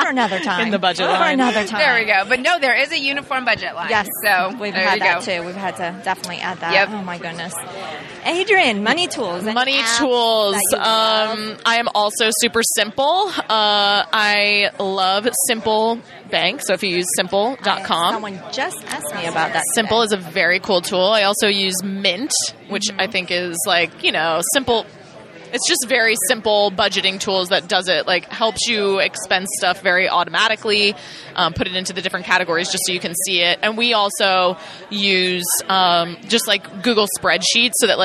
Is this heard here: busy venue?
yes